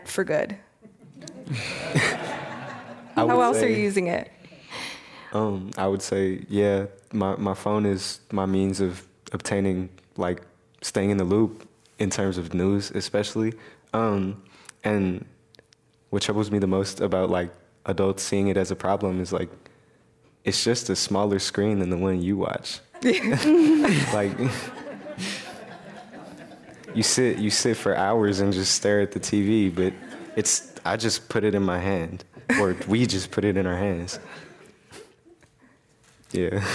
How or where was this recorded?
live audience